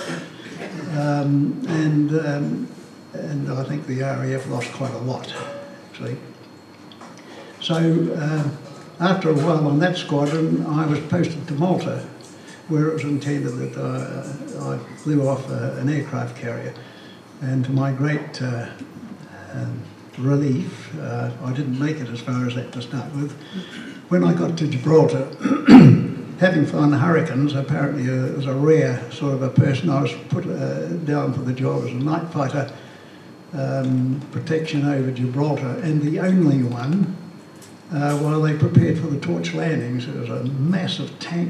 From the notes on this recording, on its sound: This recording was made on the 14th of May 2011 at the Cambridge Club, in Cambridge at the Wings Over New Zealand Aviation Forum’s annual gathering